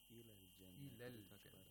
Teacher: you have to pronounce the long vowel like a short vowel